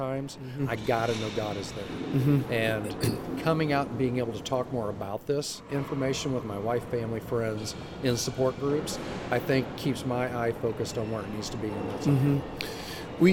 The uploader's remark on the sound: LIVE from CPE 2022!